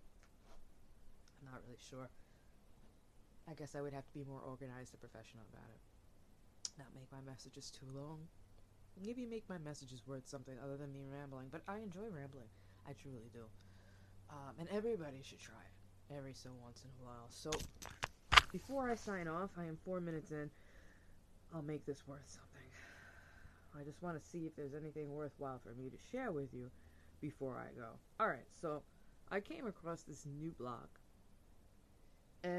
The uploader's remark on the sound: Apologize ahead of time for low audio audio & mic issue , I’m not a pro at this.